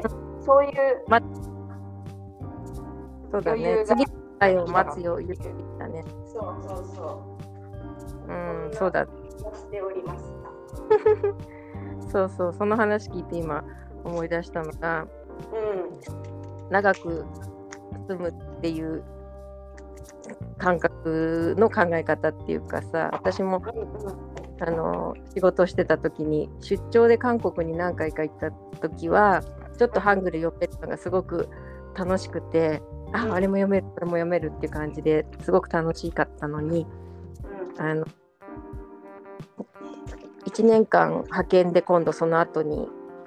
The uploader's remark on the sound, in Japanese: おでんを作りながら収録しました。